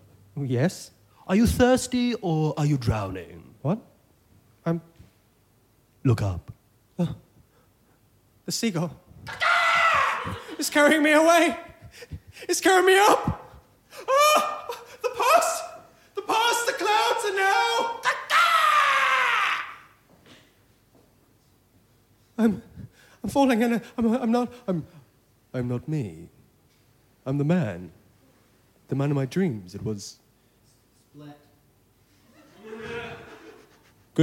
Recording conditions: live audience